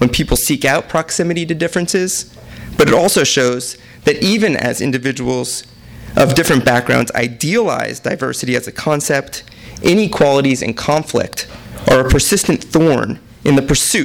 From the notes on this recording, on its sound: THIS EVENT WAS RECORDED LIVE AT SKYLIGHT BOOKS JUNE 27, 2012.